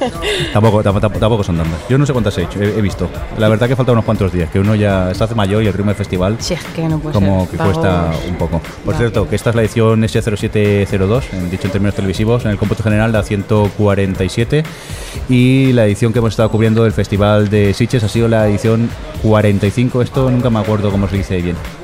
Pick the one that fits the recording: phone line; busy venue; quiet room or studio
busy venue